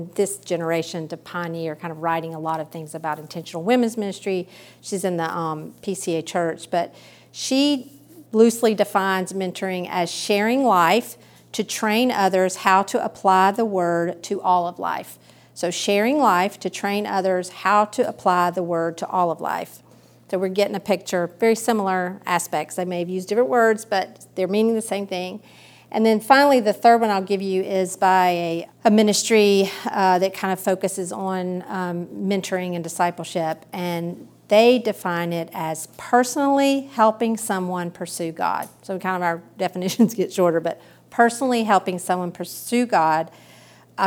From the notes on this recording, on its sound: recorded at a women's ministry study earlier this summer